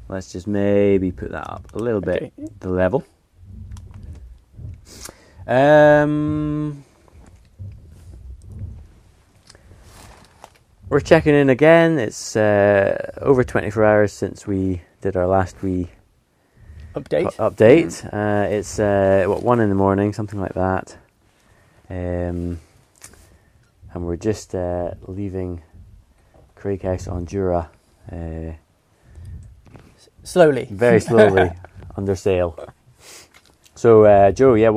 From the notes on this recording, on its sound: While racing on the boat Opportune in the 2023 Scottish Islands Peaks Race. We recorded the episode while sailing on Opportune.